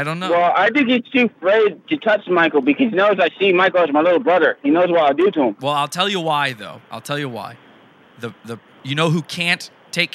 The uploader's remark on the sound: Phone call interview.